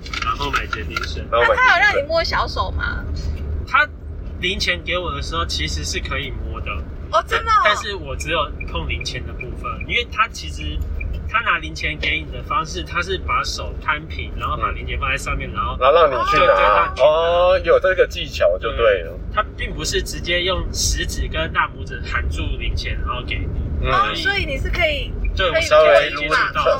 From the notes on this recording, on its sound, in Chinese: 車上錄音。閒聊兜風遊車河。